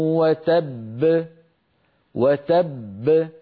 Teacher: بينما الحرف المدغم مثلا تبت يدا بلهب وتب، الباء الأولى المدغمة تخرج بالتصادم كغيرها من الحروف، وتب، لما أقول تبت يدا بلهب وتب أنطق باءين، الباء الأولى مدغمة والباء الثانية مقلقلة